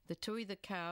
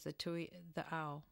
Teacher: The Tavuni dialect of Fijian reflects Tongan influence. One of its most distinctive features is the replacement of the consonant K by a glottal stop. · Shown in: second take